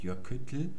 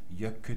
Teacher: Folgt allerdings nichts mehr wie bei dem Wort für Gletscher, wo also das Doppel-L das letzte im Wort ist. Da spricht man dieses L sehr, sehr stimmlos aus. · Shown in: second take